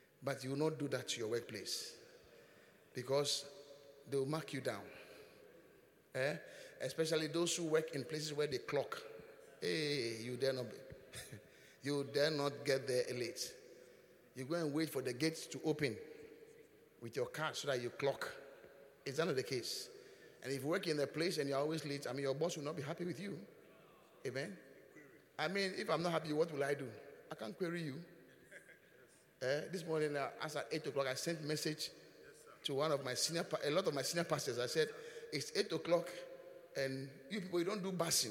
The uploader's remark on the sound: Preached at the Qodesh